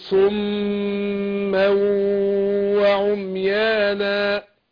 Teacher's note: الميم مشددة هتاخد هنا حركتين